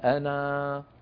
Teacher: أي انتبهت كيف، ها فهذه العلامة تعني أن هذه الألف لو وصلنا ساقطة، نكتفي بالفتحة أنا أكثر، لو وقفنا نثبتها نقول أنا، نمد بمقدار حركتين مدا طبيعيا